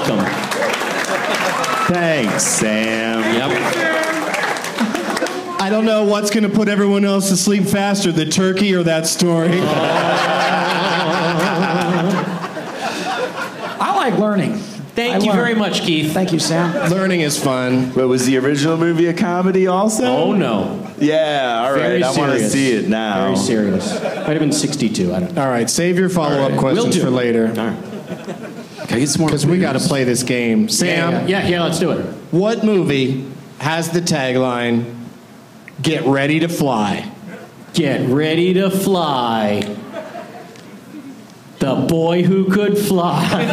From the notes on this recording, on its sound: Live from Wise Guys in Salt Lake City